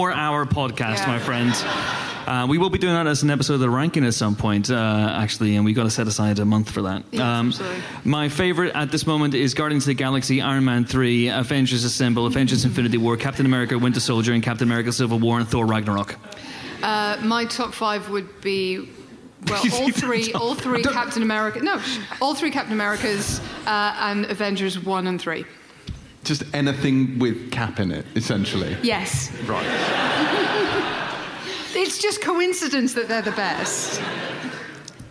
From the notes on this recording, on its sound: Recorded live at Kings Place, London, as part of the London Podcast Festival. Play Empire Podcast Bingo with the audience.